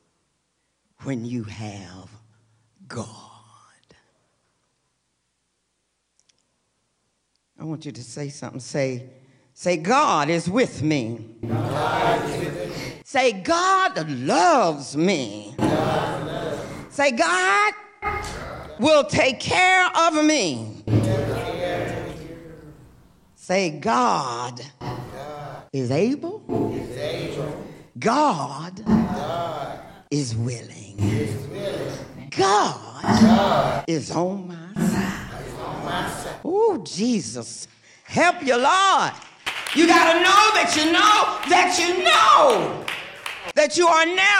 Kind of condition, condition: setting, large echoing room